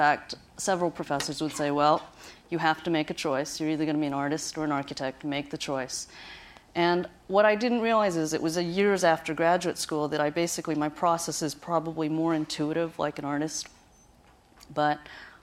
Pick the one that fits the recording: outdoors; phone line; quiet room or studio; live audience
live audience